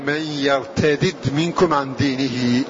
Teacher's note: دال مكسورة بعدها أخرى ساكنة · Term: بفك إضغام